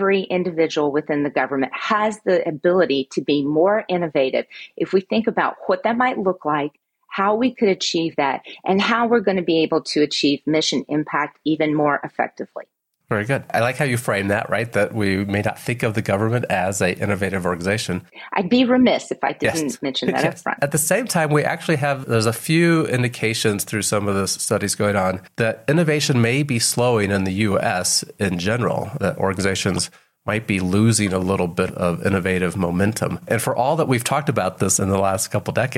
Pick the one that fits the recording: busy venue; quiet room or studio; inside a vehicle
quiet room or studio